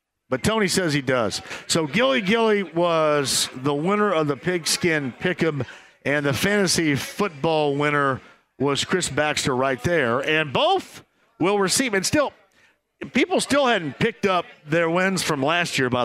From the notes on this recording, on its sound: live at the Dugout Bar